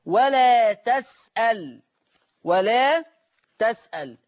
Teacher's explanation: ورش يقرأ بفتح التاء وتسكين اللام ولا تسأل، ولا تسأل يفتح التاء ويسكن اللام.